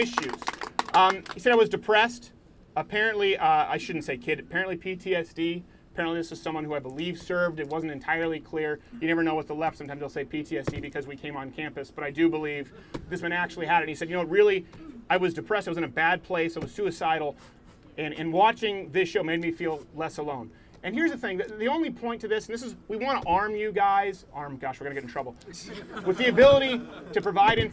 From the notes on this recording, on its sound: 'CHANGE MY MIND' LIVESTREAM! We take to the streets of Illinois.